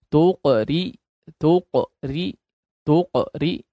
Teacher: Jadi ra tipis diapit dua huruf tebal. Ra-nya jangan dibiarkan tebal.